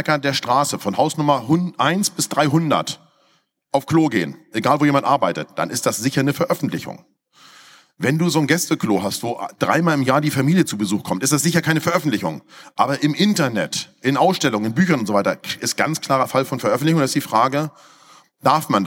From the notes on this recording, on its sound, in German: auf der Container Stage der Photopia 2023